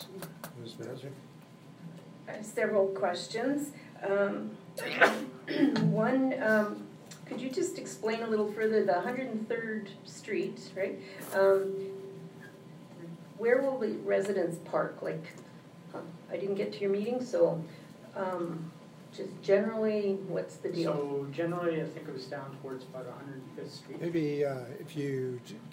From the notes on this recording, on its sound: Audio recording of the July 9, 2018 Regular Meeting of Peace River's Town Council.